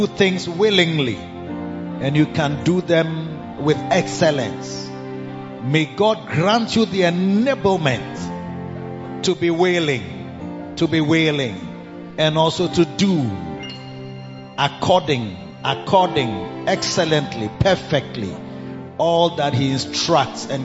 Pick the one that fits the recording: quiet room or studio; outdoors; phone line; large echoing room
large echoing room